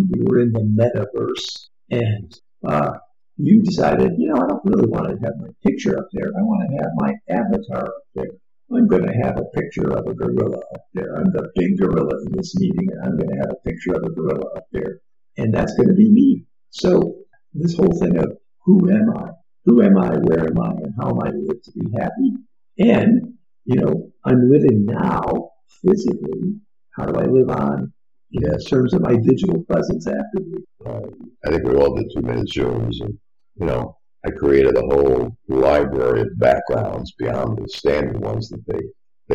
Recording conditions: poor sound quality